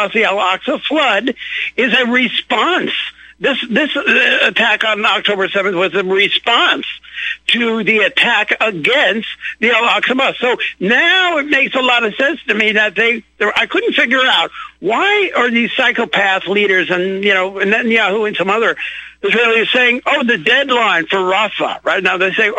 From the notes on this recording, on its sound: opens phone lines for callers